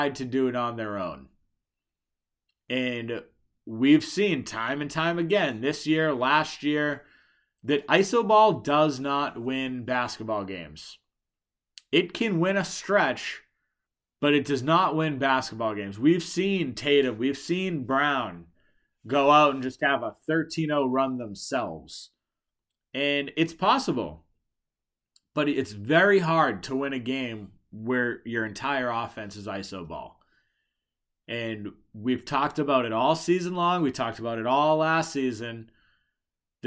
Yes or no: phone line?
no